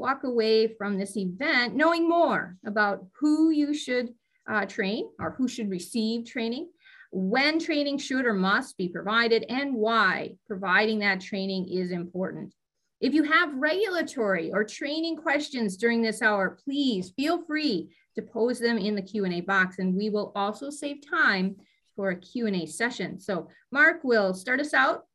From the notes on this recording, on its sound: You are listening to audio from a webinar in the Safety+Health Webinar Series.